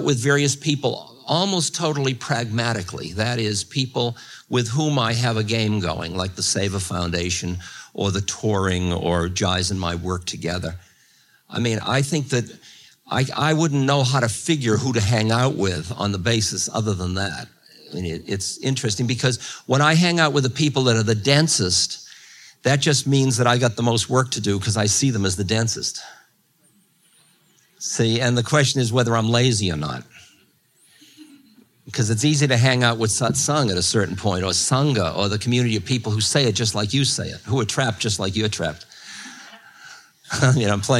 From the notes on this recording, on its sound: In this Q&A session from 1992.